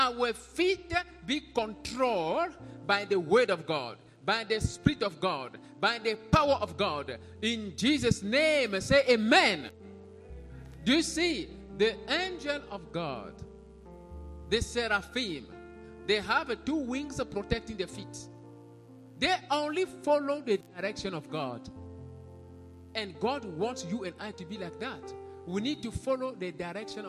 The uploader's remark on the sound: Sunday Live Service